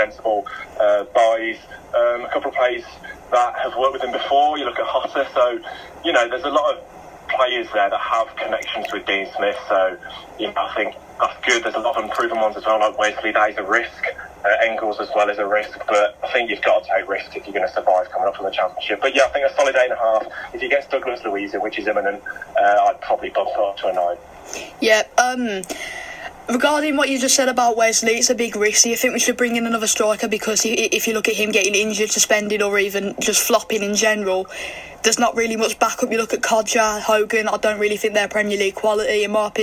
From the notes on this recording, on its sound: Invites Villa fans onto the football phone-in.